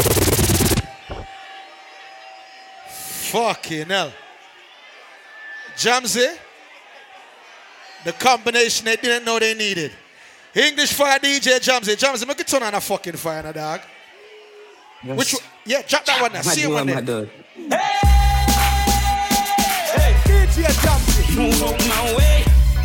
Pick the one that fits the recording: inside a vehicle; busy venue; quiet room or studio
busy venue